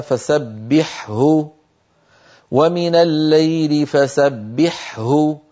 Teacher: قال لأنه لا يدغم حرف حلقي في حرف أدخل منه. الحاء من أين أيها الإخوة؟ من وسط الحلق. والهاء من أين؟ من أقصى الحلق. فلا يدغم حرف حلقي في أدخل منه، يعني في حرف أعمق منه، لأن فيه صعوبة. · Term: الإظهار